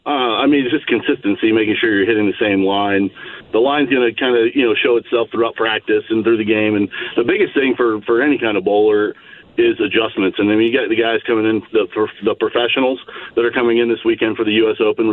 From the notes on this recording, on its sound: take a couple phone calls